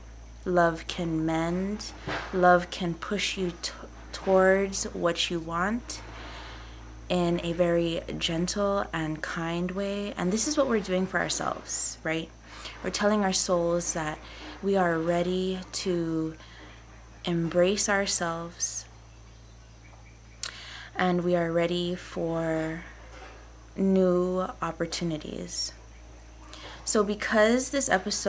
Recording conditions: sounds in the background